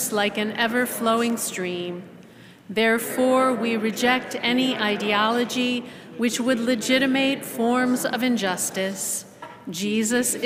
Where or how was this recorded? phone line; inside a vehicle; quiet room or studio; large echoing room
large echoing room